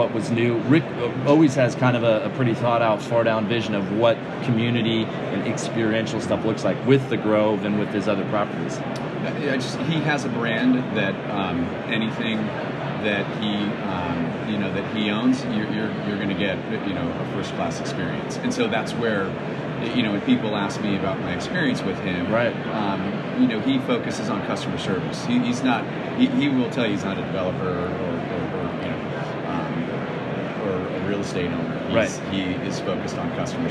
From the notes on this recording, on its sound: Live from ICSC RECON in Las Vegas.